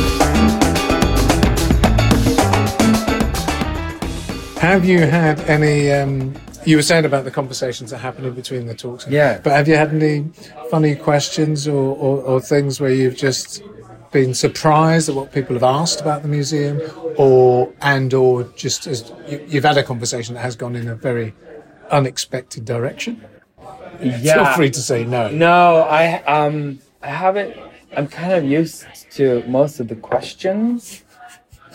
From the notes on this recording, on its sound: At the Global Innovation Forum, London. Get out of the studio (well, one of them does) to have a nice, cosy fireside chat in a London pub. As the beer flows.